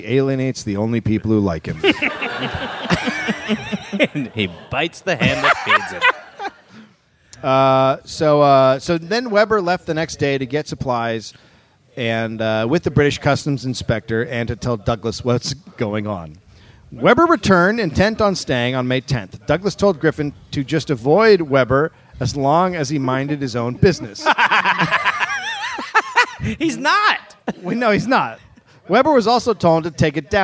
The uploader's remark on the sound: Live in Vancouver